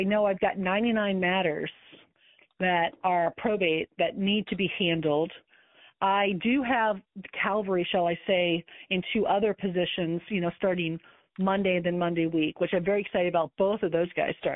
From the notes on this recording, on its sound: Listen to this call as I walk my client through this situation. All of these coaching calls have been recorded with permission, and the sound quality may vary.